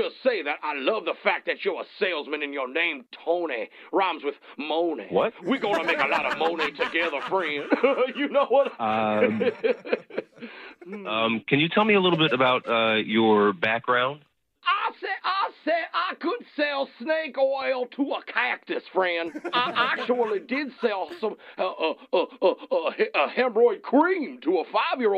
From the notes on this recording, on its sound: Phone Tap. Calls a soon-to-be new dad.